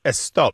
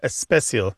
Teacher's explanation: This adding of the eh sound before an S word in Spanish and some of the Indian languages is well known and well studied by linguists. · Term: prothesis